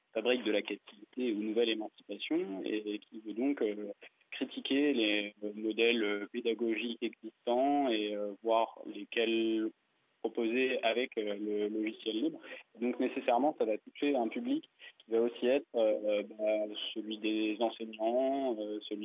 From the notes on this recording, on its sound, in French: L’interview par téléphone de deux personnes de l’équipe d’organisation.